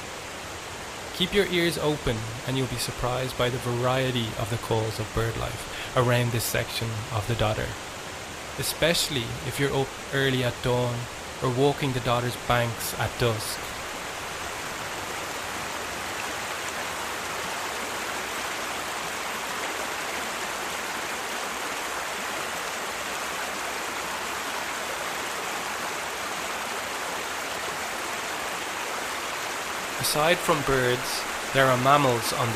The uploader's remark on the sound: The River Dodder Soundwalk. A soundwalk of the River Dodder in South Dublin.